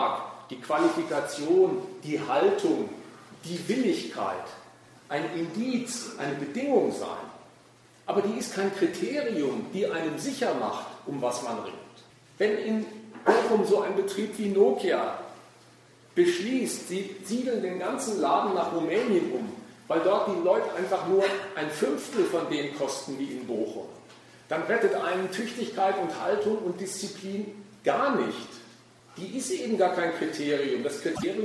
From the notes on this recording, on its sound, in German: Wir bringen im Folgenden einen Mitschnitt des Vortrags